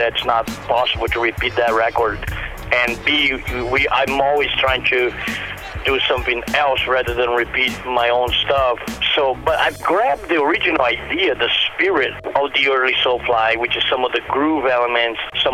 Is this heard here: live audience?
no